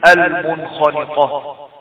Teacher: حرف الاظهار يعني بيان النون الساكنة من غير غنة · Term: الاظهار الحلقي